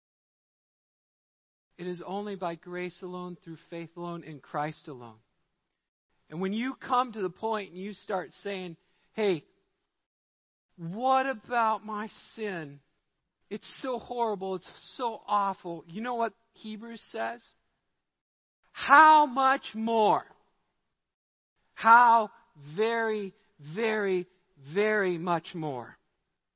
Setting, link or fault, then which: setting, large echoing room